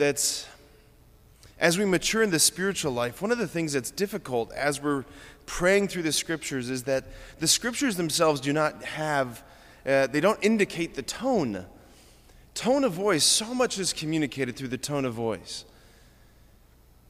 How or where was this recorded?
large echoing room